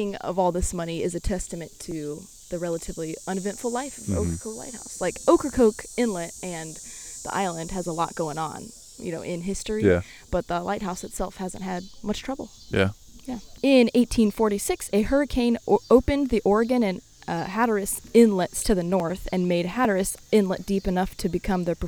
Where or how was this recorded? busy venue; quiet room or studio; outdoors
outdoors